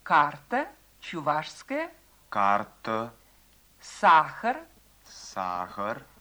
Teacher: Звук «а» произносится так же, как русские гласные «а» и «о» после ударения.